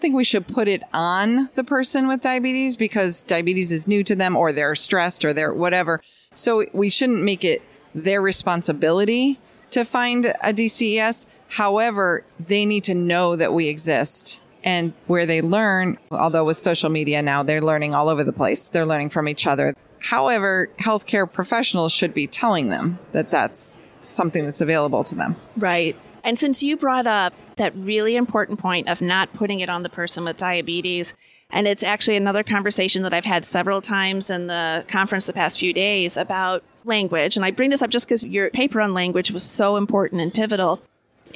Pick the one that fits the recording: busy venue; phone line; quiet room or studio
busy venue